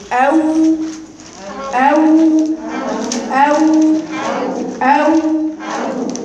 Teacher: مخرج الواو غير الماديه بانضمام الشفتين الى الامام مع ارتفاع اقصى اللسان